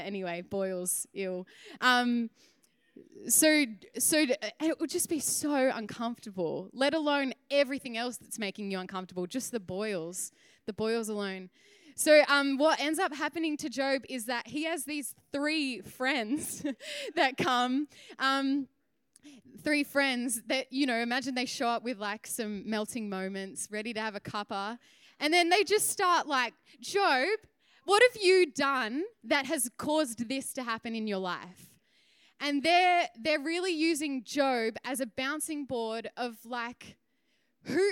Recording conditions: large echoing room